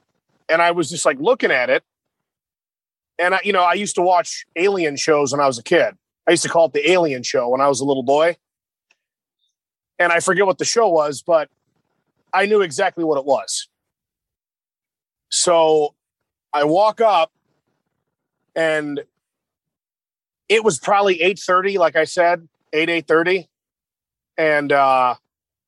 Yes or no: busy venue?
no